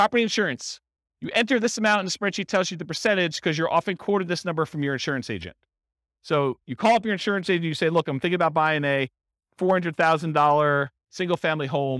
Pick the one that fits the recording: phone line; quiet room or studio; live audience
live audience